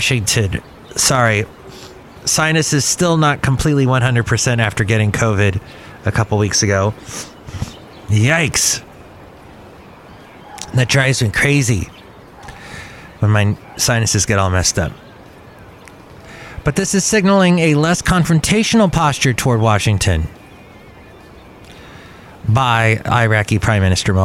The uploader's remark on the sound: podcasts live from Cafe Anyway